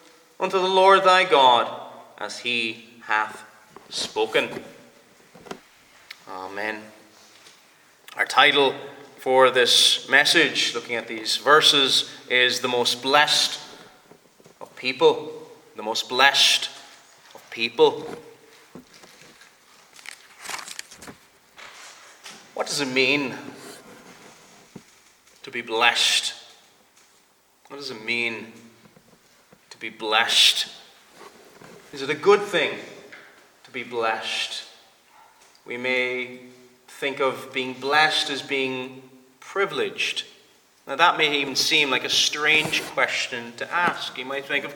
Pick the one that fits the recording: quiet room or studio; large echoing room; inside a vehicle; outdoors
large echoing room